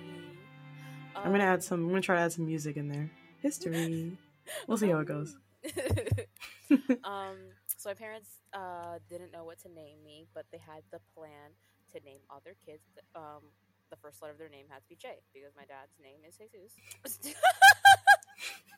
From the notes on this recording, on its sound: Audio levels in this episode were tough to manage, working on getting better microphones!